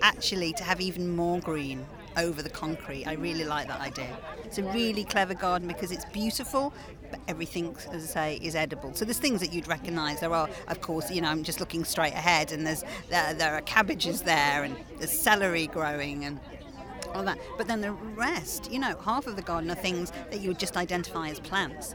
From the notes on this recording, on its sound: This week's edition comes from the RHS Hampton Court Palace Flower Show. In the RHS Kitchen Garden.